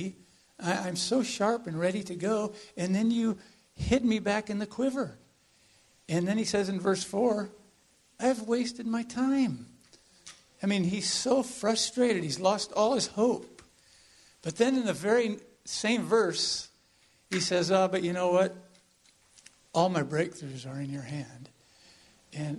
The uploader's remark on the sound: This is an audio from the sermon we received at our visit to Mission Church in Vacaville.